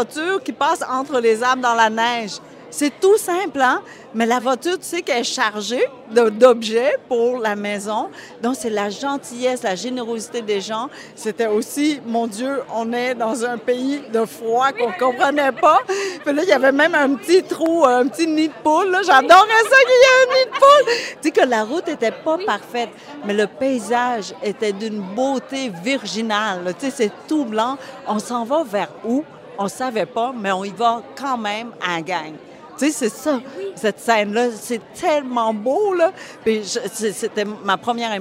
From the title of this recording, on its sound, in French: En direct du tapis rouge de la première du film Ru